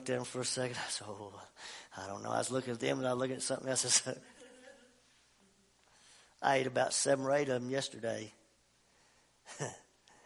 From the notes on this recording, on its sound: OUR LIVE SERVICE. At Family Worship Center in Athens Tennessee.